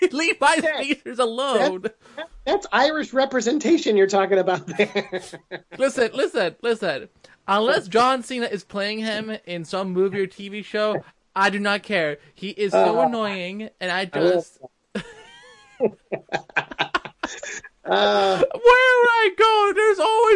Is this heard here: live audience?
no